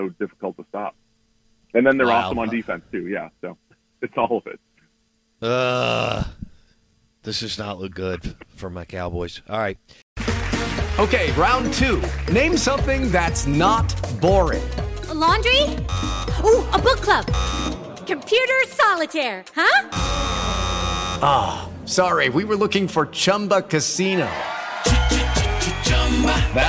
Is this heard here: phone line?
yes